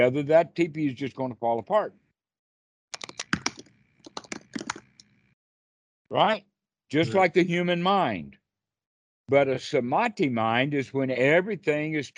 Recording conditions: video call